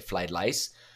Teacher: The R, the letter R in pinyin, is pronounced with an L sound.